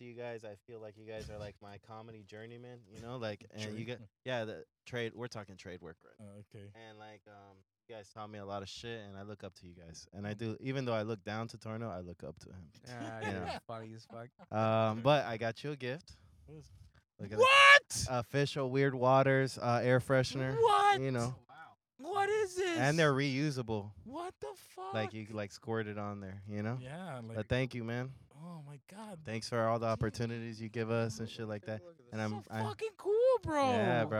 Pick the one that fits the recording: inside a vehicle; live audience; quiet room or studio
inside a vehicle